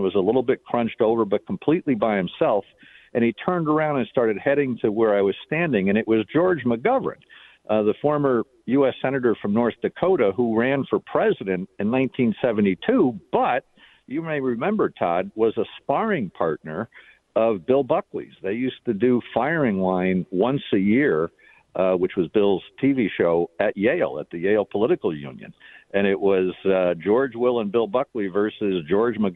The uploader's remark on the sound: We take phone calls